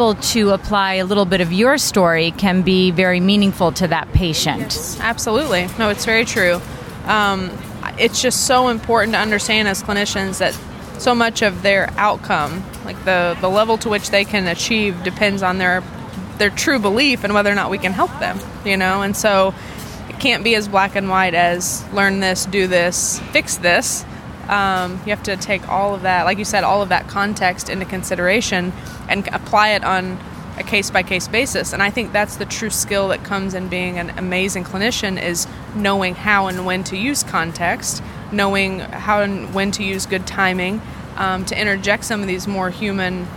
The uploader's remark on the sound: LIVE from the New York Student Special Interest Group Conference